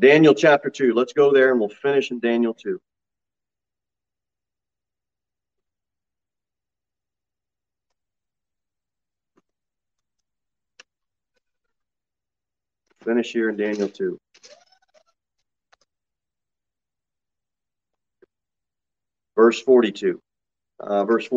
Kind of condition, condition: setting, large echoing room